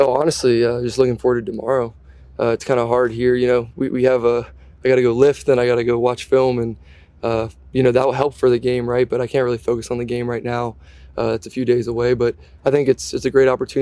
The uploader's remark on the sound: Addresses the media during his press conference following joint practices with the Green Bay Packers.